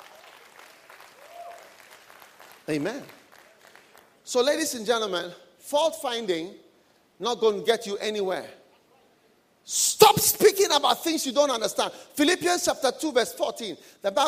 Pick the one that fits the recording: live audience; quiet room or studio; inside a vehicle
live audience